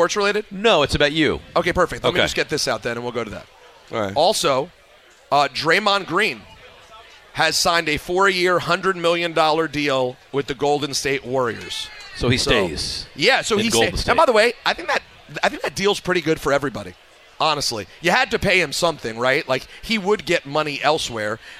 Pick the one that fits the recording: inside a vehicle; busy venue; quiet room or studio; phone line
busy venue